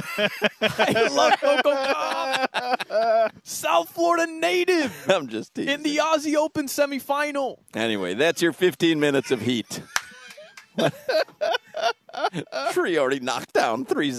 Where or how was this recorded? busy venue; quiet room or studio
busy venue